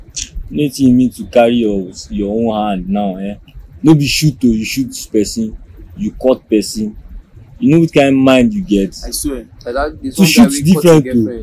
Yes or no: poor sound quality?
yes